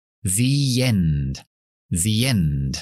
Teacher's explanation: O cuando terminan las películas dice the end el final, pero the, esa palabra, se pronuncia con la i larga porque tenemos una vocal después. Pero para enlazarlas, esas dos palabras, metemos la y.